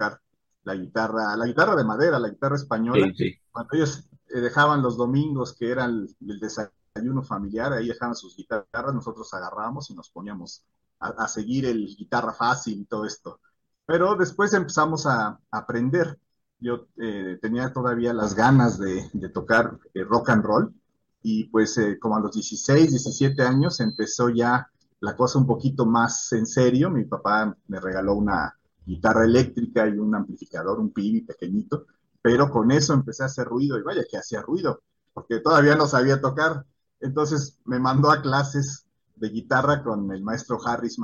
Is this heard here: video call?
yes